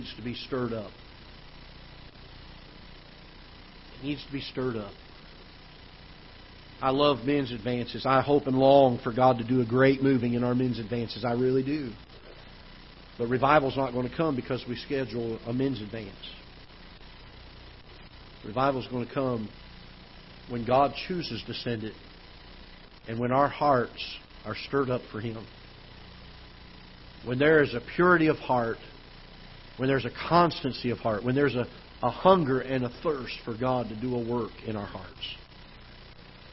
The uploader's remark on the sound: Ketha Heights Baptist Church ~ Live Broadcast